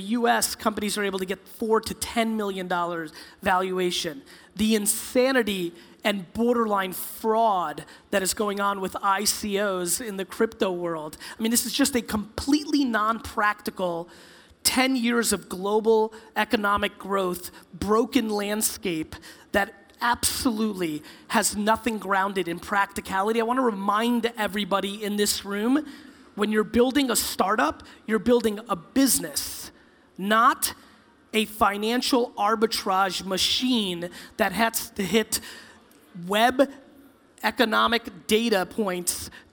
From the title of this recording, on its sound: A Keynote: Arctic15 In Helsinki, Finland